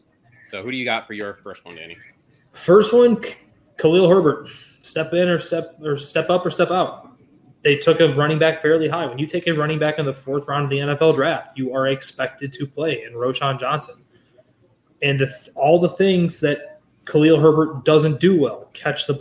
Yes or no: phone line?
no